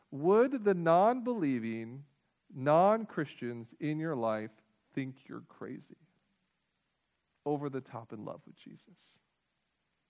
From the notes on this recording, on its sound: Full length audio recording of our joint worship service with Northbrook Baptist Church.